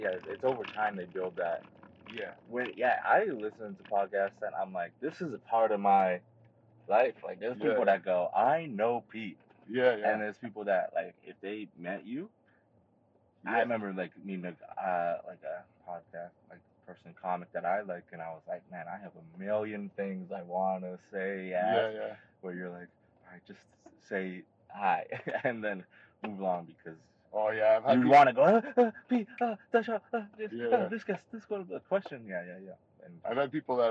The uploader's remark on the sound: First of all, sorry about the audio.